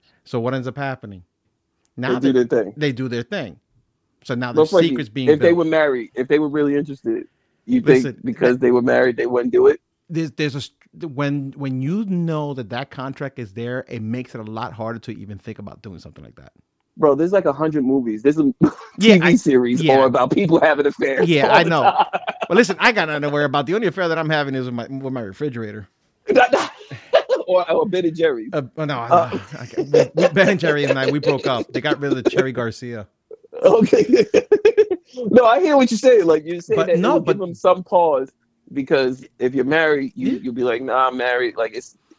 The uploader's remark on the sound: The boys bounce back from a brief hiatus to do their FIRST over-the-phone show.